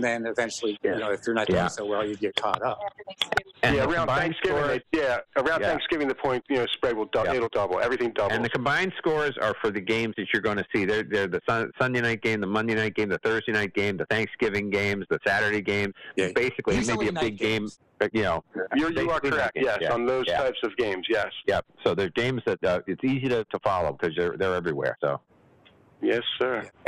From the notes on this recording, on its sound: The Sports Lounge Live where we discuss all things sports and take your live calls.